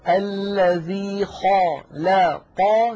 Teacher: مثلا الذي خلقكم، خاء الخاء مفخمة، لا اللام مرققة، قا القاف مفخمة، كم الكاف مرققة